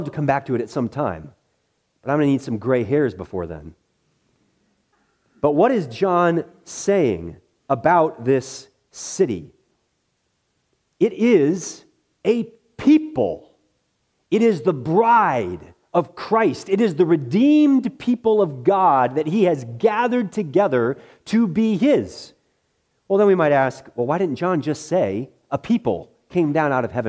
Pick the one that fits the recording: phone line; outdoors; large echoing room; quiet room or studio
large echoing room